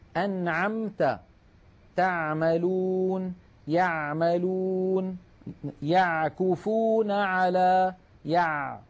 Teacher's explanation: العين الفصيحة أعمق إلى تحت أكثر. أنعمت، تعملون، يعملون، يعكفون على، يع، عميقة أكثر من العين التي نعتاد في العاميات على الاتيان بها.